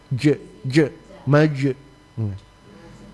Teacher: Kalau huruf jim pantulannya ada di langit-langit bagian tengah.